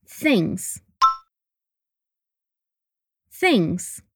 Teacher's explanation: tongue between your teeth to say the TH and make your N and G sounds very subtle. It's things, not things. · Term: TH pronunciation